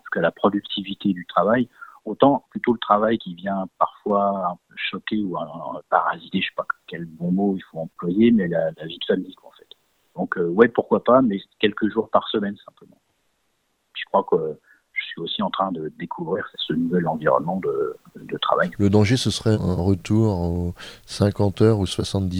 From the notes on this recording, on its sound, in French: nous avons joint par téléphone